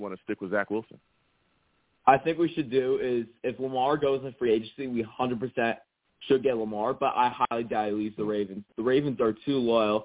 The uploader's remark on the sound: I take live callers!